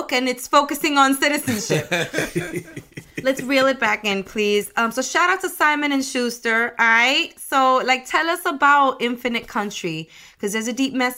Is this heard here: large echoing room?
no